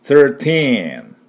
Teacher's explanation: これしっかりね teen と伸ばしてください。これ伸ばさないと thirty って言ったのか thirteen って言ったのか分かんなくなります。